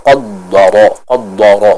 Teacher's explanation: huruf dal ini merupakan salah satu huruf yang tipis. Maka jangan sampai kita menebalkan huruf dalnya. Di antara kesalahan sebagian orang ketika membaca lafadz ini atau ayat ini, yaitu dengan menebalkan huruf dalnya.